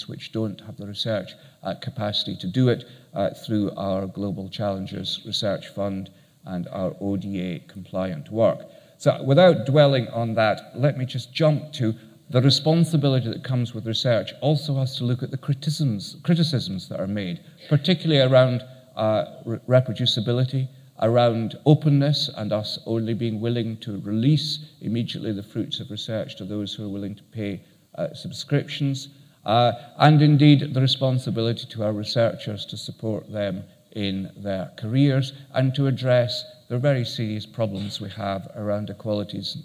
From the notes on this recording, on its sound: Keynote at SRHE Annual Research Conference 2017